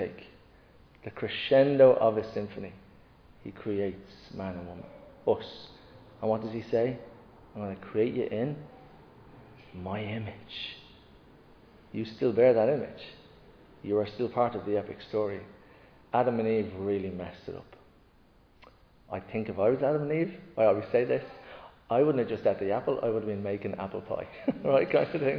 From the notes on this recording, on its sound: Recorded live in Liberty Church on 6th November 2022